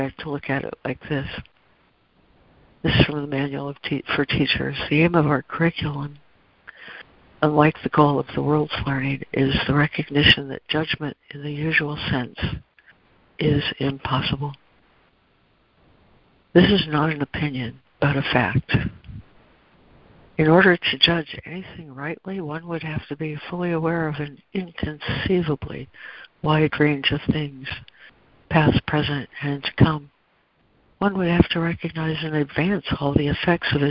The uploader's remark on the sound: ACIM Daily Conference Call.